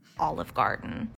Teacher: she gets to Olive Garden and she's done with that thought, and that is produced with a lot of creaky voice or vocal fry